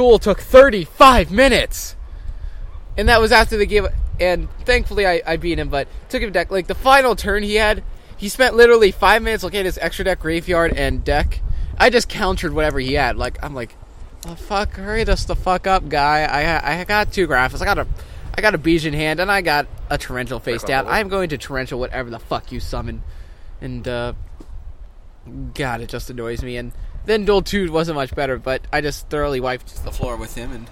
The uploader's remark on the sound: Forgive us for the wind in the background.